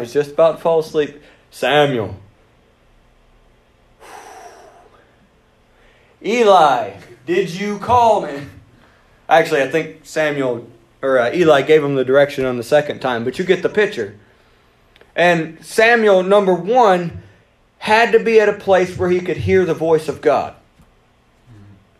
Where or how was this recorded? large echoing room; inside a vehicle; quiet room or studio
large echoing room